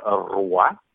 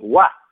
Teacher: the R was abandoned in the language and it was replaced with a W · Shown in: second take